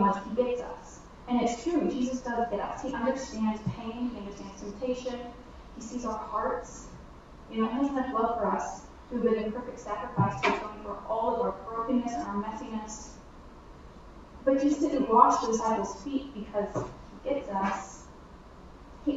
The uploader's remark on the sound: We apologize for the audio quality, the connection was bad.